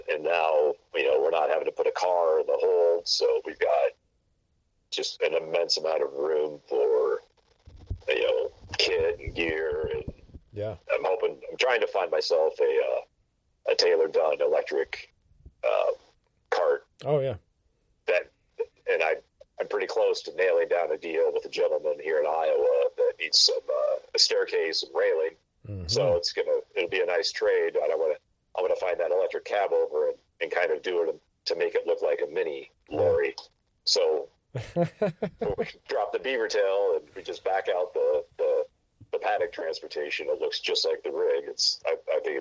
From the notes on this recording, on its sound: gets on the phone